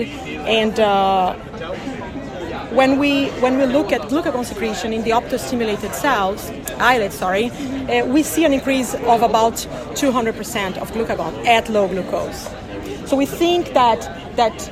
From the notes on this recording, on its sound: recorded during the ADA 2023 Conference